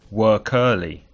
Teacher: cuando una palabra termina en una consonante, por ejemplo, la K en work, y la siguiente palabra empieza con una vocal, early, los dos sonidos se juntan.